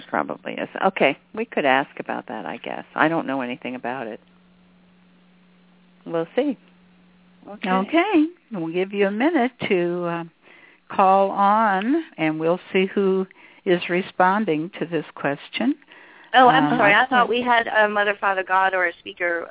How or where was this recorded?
phone line